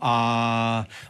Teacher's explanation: u svakoj stotinki sekunde je to puni samoglasnik a. Kada bismo snimili i kada bismo izrezali, uvijek bi to bilo a.